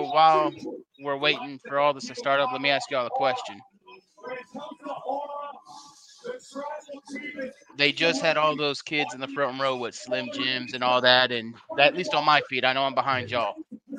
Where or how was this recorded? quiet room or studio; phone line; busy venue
busy venue